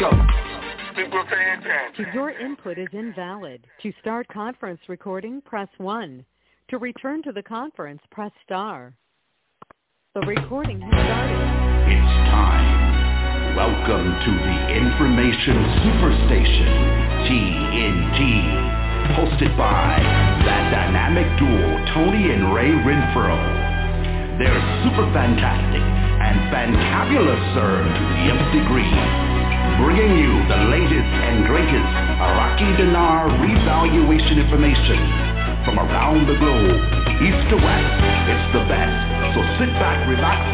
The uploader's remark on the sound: Conference Call